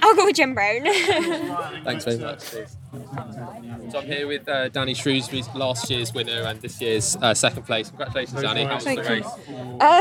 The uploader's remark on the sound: records live from the British Gravel Championships at the King’s Cup Gravel Festival in Suffolk, east England